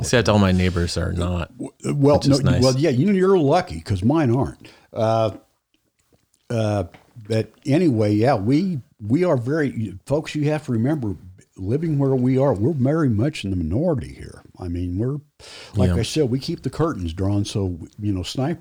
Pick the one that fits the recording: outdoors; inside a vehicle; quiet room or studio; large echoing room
quiet room or studio